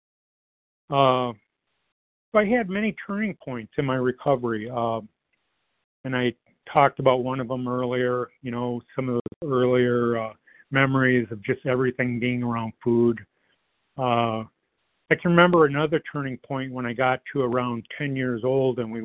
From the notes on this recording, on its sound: 100 Pounders Phone Meeting